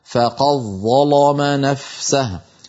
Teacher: الأمر الأول أدغمت الدال من قد في الظاء فقالت فقض، والأمر الثاني أنها فخمت اللام فقالت ظلام. وهذا هكذا يقرأ ورش، يفخم اللام لمجاورتها للظاء ويدغم دال قد في الظاء بعدها